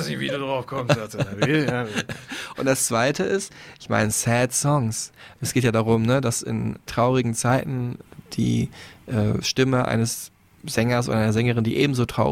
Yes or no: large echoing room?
no